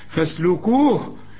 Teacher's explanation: والهه ضعيفة، اديها شوية نفس